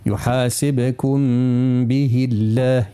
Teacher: اسم الجلالة ذي قبل كسرة مش يولي رهيف خفيف. يحاسبكم به الله، يرقق اسم الجلالة.